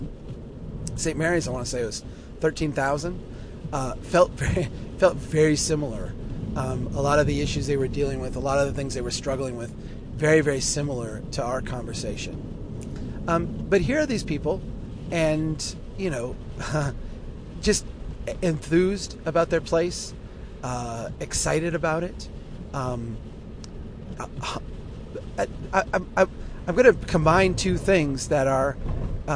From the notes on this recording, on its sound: while driving through a Minnesota blizzard